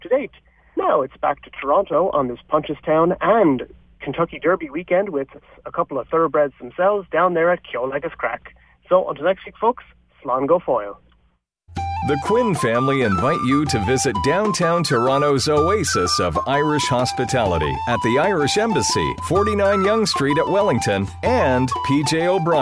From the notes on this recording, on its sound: The Rose of Tralee ladies called in from the tour bus.